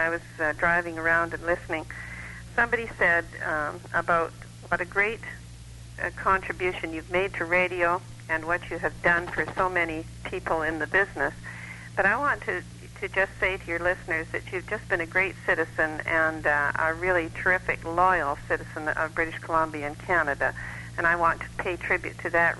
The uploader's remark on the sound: This is full of surprise in studio and call in guests as the broadcast community of Western Canada and the Northwest US say farewell.